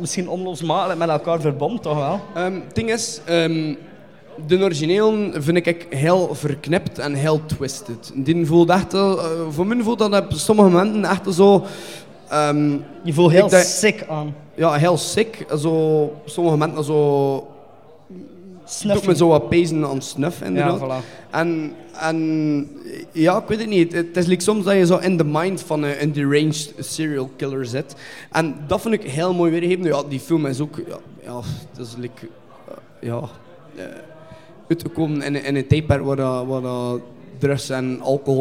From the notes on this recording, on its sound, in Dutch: Onze eerste live vuurdoop als podcast is een feit! Speciaal voor het Razor Reel Flanders Film Festival hebben we een special rond horror remakes in elkaar gestoken.